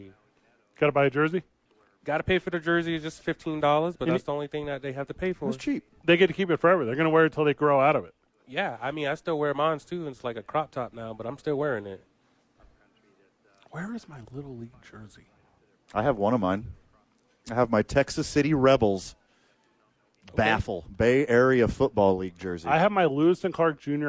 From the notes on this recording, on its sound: The bois are live from THE YMCA talking bare knuckle boxing and preseason NFL.